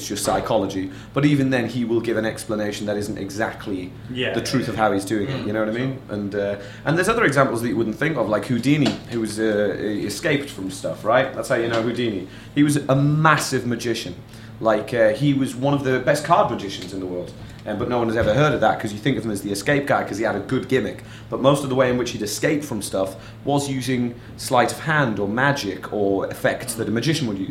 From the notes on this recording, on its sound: This episode was recorded at 52 Canoes, Edinburgh on 12th August 2017 as part of PBH's Free Fringe.